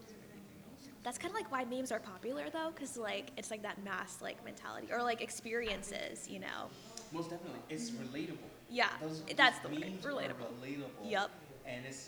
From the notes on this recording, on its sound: This is our very first podcast and we are still working on the kinks of the audio.